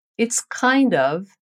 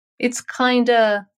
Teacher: O mais comum, no entanto, é usar uma contração oral entre a palavra kind e a palavra of e dizer kinda · Shown in: second take